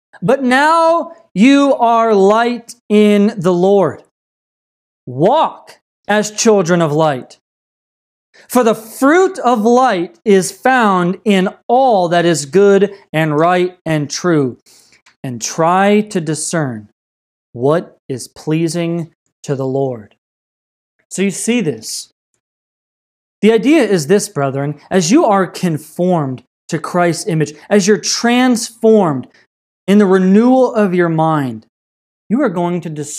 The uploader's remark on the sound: This message was delivered on November 29th, 2020 at Redeemer Community Church.